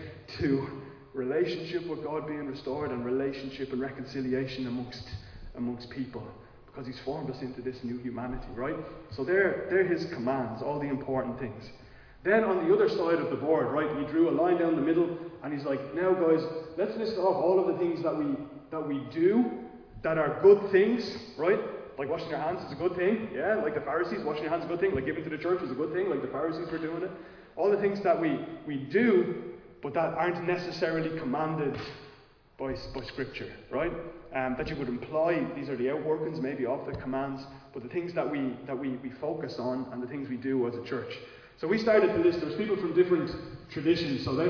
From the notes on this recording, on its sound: Recorded live in Liberty Church on 2 October 2022